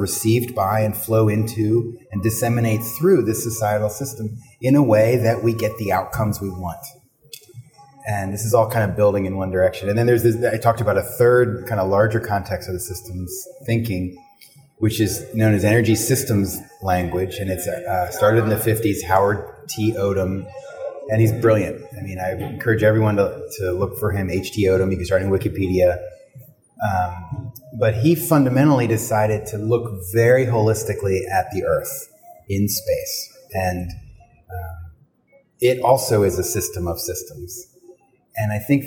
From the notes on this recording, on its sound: recorded at the PhiusCon 2023